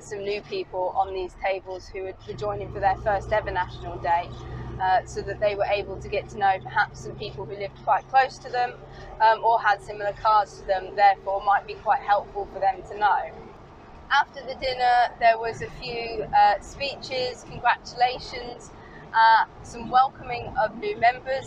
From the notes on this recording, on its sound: all recorded from my 1968 Morris Minor, Peggy